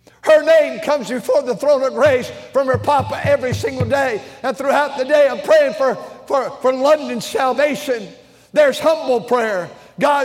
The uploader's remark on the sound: during the Sunday Evening service on October 1, 2023, at North Valley Baptist Church in Santa Clara, California.